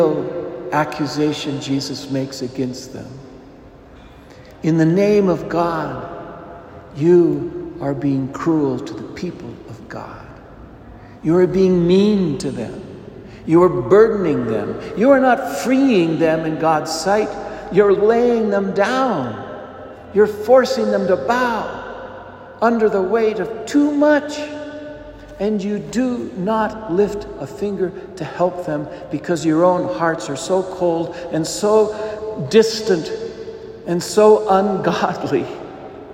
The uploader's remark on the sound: A cheery apology for the interruption at the beginning of the homily when a small child wandered into the sanctuary, attracted by the beautiful statuary in the retablo of the church! Homily delivered to the Saint Francis Catholic Community of Cuenca, Ecuador.